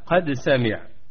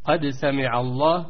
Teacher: فالدال من صفات الدال الشدة والقلقلة والجهر